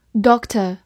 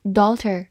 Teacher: onlydaughter of her family. She's the only daughter of her family.注意对比一个近义词，医生或者博士叫做 doctor，或者美式发音 doctor。而我们今天学习的女儿，它中间是一个长音 o，并且呢没有 k 这个音 · Shown in: second take